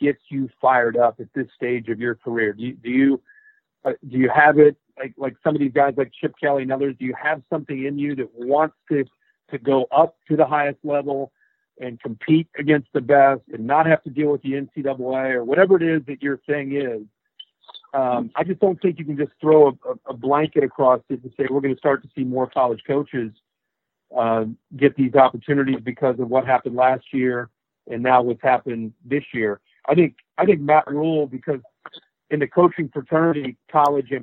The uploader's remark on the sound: This episode is the National Championship teleconference. Which ESPN kindly allowed High Motor to share in its entirety.